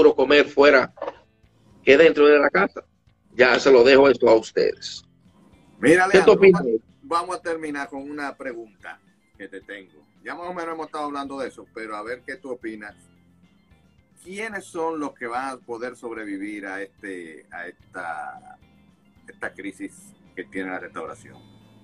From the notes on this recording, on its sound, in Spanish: En abril 30 del 2020 hice un Instagram Live